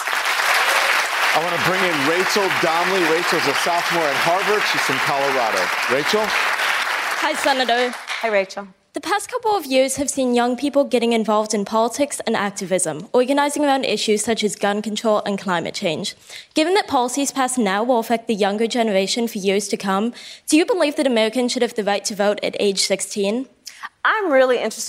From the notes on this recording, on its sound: Answers questions from students and young New Hampshire Democrats during a live town hall. At Saint Anselm College in New Hampshire.